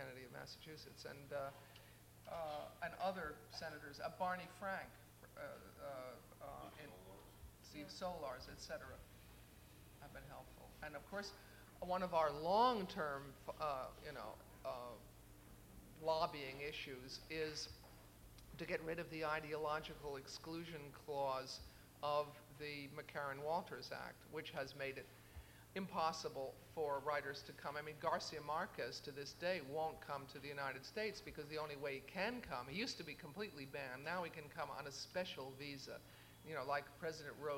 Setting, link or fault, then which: setting, busy venue